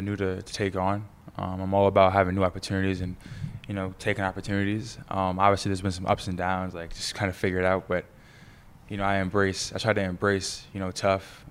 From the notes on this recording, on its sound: Live from the NBA 2K23 2022 Las Vegas Summer League.